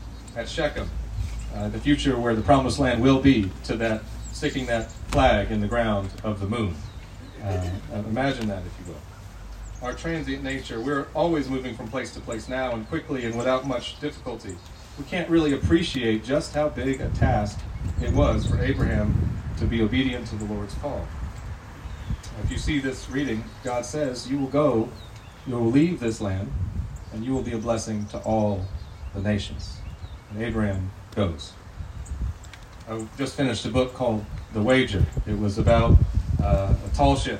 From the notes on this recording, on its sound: Apologies for the audio quality on this recording. We are working to resolve the issue.